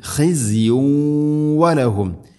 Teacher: തൻവീന് ശേഷം വ ഇദ്ഗാം ബിഗുന്ന മണിച്ചുകൊണ്ട് ഉച്ചരിക്കണം.